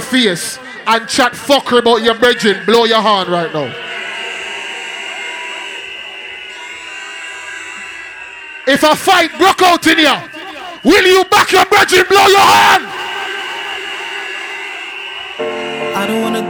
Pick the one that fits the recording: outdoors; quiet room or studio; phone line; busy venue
busy venue